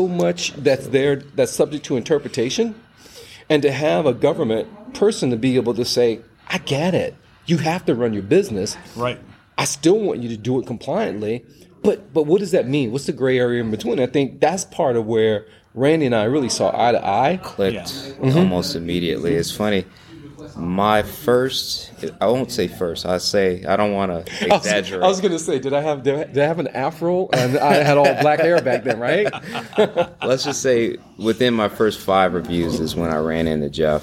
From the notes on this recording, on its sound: while at the FPS Las Vegas week long conference in September 2023